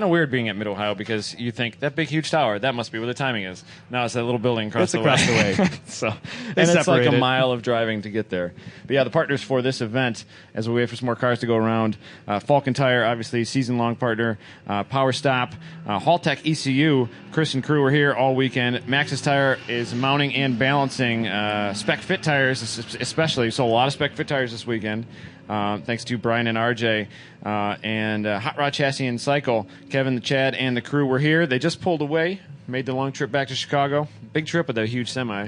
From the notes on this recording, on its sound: Live from #GRIDLIFE at Mid-Ohio. Announcing duirng the #GRIDLIFE Track Battle Live Feed from Mid-Ohio Sports Car Course.